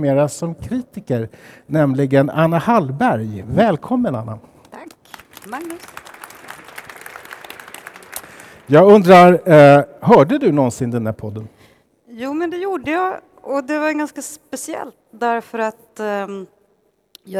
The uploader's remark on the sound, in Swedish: Inspelad på Poesimässan, Stockholms Stadsbibliotek den 23 mars 2018.